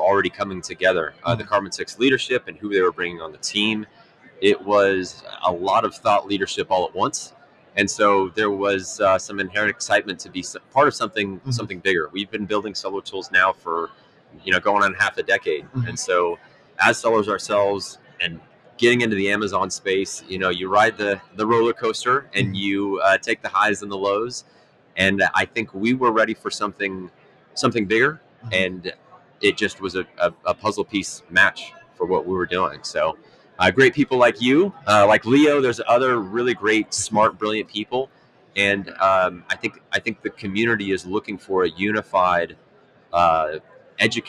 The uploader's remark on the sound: Live at Prosper 2022